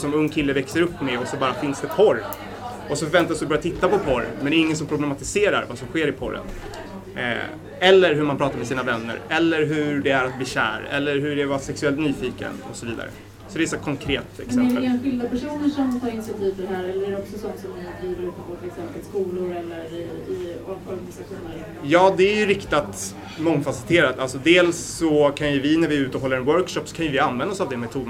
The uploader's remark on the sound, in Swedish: Inspelningen är från samtalet på Bitter Pills i samband med MR-dagarnas lansering av årets programtidning. Ljudet innehåller bakgrundsbrus.